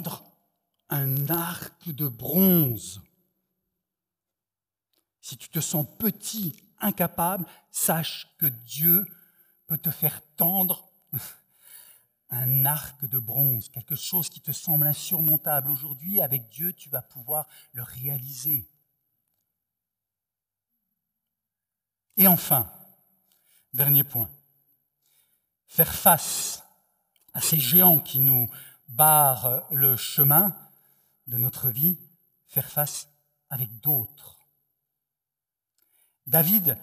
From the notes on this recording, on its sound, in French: Enregistré à l'église CVV, le 25/07/2021